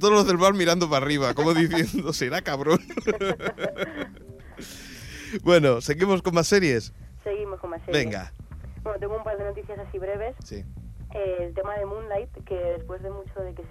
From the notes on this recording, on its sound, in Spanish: Sonido telefónico. Hoy volvemos a tener problemas con el Skype y decidimos hablar de la forma más tradicional que sabemos.